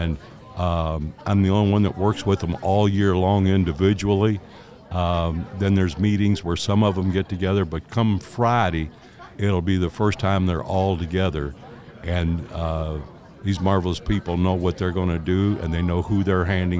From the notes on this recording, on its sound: Spent a couple of days recently in Louisville broadcasting for regional radio stations from the Kentucky Derby Festival Event called The AT&T Morning Line.